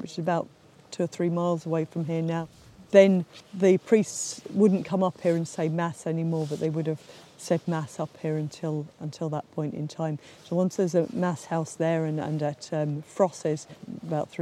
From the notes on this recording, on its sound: Last summer I visited Disert to record an episode at the excavation.